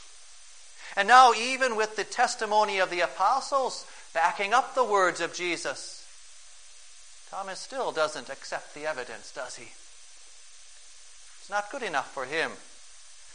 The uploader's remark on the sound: Preached on May 1, 2011, for the Second Sunday of Easter, at St. John's Ev.